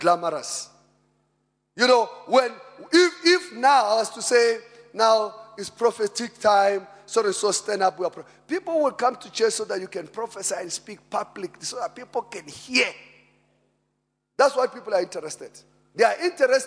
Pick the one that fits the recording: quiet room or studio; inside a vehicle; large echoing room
large echoing room